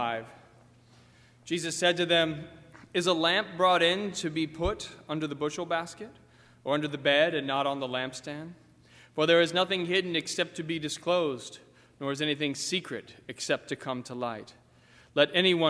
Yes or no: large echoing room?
yes